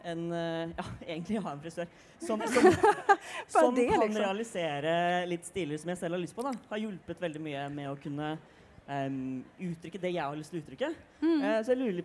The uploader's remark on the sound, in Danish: LIVE fra Pride!